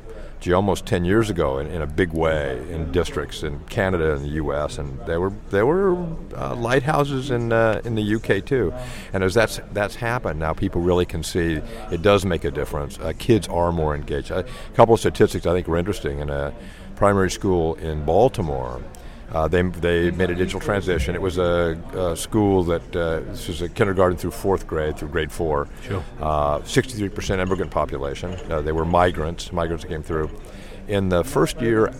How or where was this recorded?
busy venue